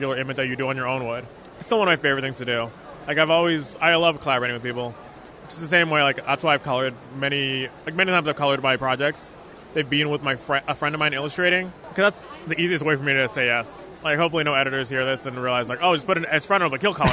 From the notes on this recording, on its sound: Recorded at Fan Expo Canada